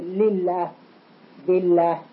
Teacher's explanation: إذا كان ما قبل الجلالة مكسورا فتقرأ بالترقيق مثل لله بالله، هذا هو الترقيق لله بالله، كذلك قل اللهم مثل لفظ الجلالة، يفخم إذا ما قبله فتحة أو ضمة ويركز إذا كان ما قبله مكسورا.